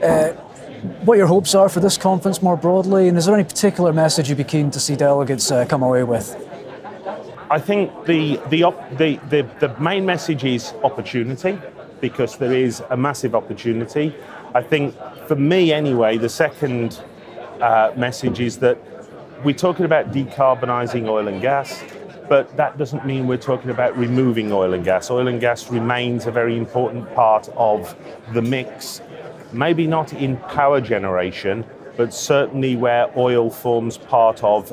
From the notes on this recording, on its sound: The Energy Voice team were at the Energy Exports Conference this week at P&J in Aberdeen.